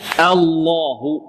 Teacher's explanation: الهمزة ماذا؟ مرققة، واللام مغلظة